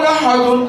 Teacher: دال ساكنة ومقلقلة عند الوقف